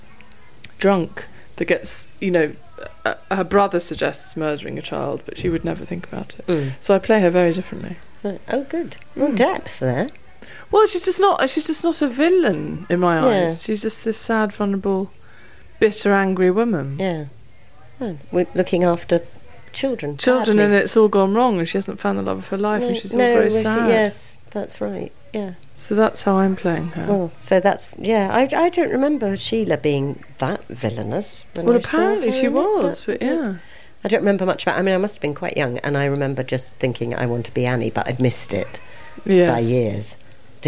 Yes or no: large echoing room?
no